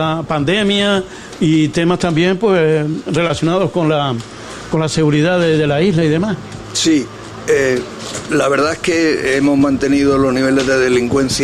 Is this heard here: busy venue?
yes